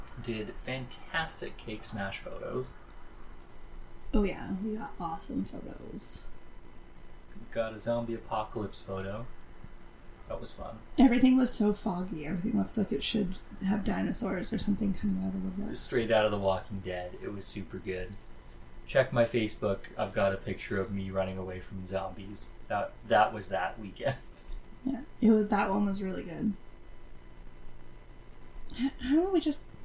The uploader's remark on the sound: the audio quality of this episode sucks I have done everything I know how to do and I could not improve this episode